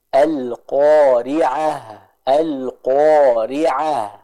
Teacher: terdengar dengan jelas aliran suara dan udara dari tak marbutoh tersebut · Term: sifat hames